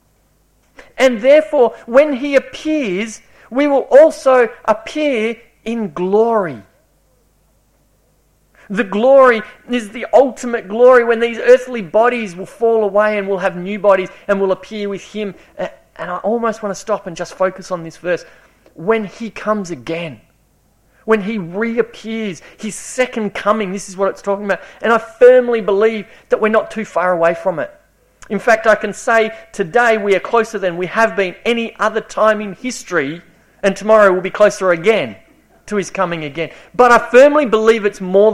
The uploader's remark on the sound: This series was preached over a nine week period at Esperance Church of Christ